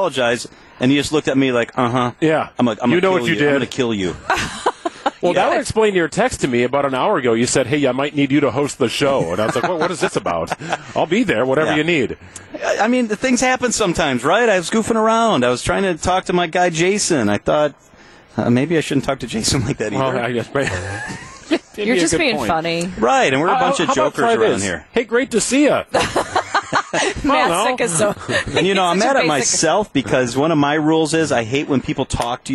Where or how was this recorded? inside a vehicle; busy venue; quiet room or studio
busy venue